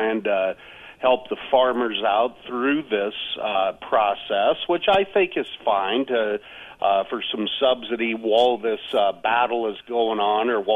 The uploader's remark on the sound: by phone